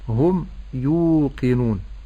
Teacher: الميم ساكنة مظهرة لأنها بعدها الياء، والياء من حروف الإظهار ويسمى إظهارا شفويا.